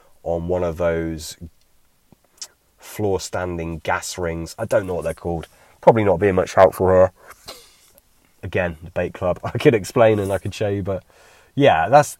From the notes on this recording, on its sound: A bank-side Q&A.